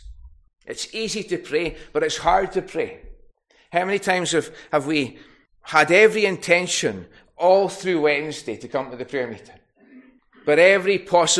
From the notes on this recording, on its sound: recorded at North Harris Free Church on the morning of Sunday, 9th July 2023